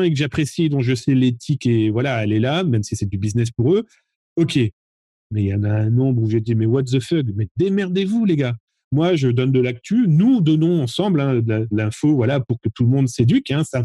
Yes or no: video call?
yes